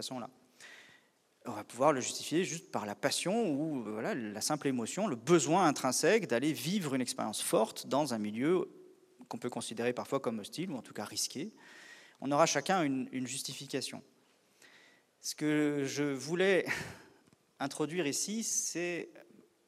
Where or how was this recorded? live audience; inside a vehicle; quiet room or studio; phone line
live audience